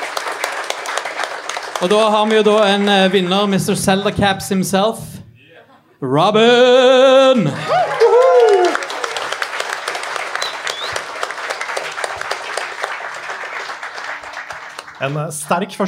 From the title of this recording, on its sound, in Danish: LIVE FRA TILTCAST 2.0!